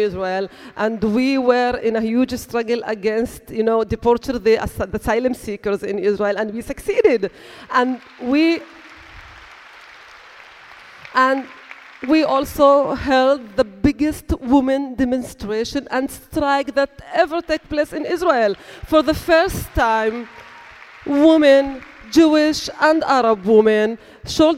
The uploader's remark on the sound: Record a special episode from D.C. Recorded at the conference.